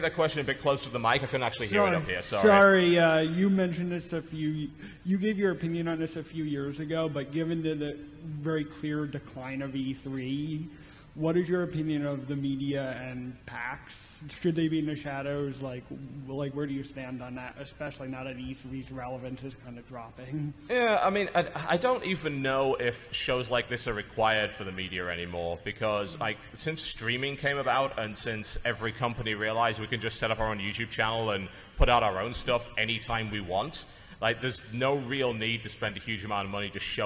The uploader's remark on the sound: Live at PAX. The Co-Optional Podcast live from Pax West!